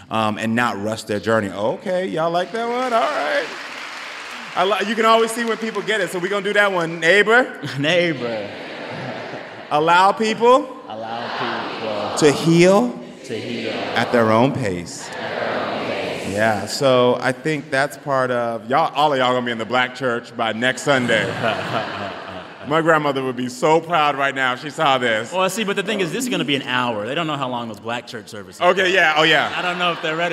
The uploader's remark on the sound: Recorded in front of a live audience at Sixth & I in Washington, D.C.